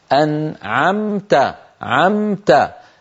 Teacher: لذلك النون مظهرة، أنعمت عمت، الميم من الشفتين وساكنة وبعدها تاء والتاء من طرف اللسان · Term: الميم عند التاء مظهرة